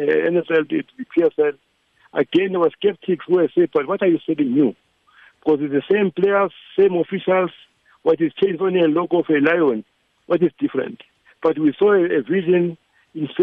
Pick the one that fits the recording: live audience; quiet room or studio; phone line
phone line